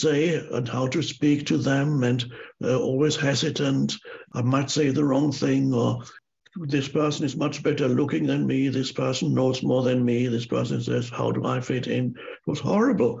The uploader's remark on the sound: answers questions from a virtual audience around the world